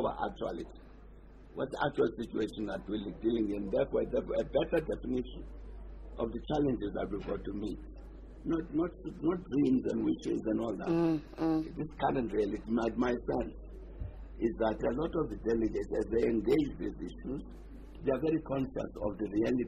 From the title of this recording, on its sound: live from NASREC